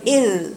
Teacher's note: مع السنة العليا بس، مش مع تحت، لأن ده المخرج، المخرج طرف لساني مع الثنايا العليا فقط كده. إذ وتحت بقى بعيد عنها، إذ فوق.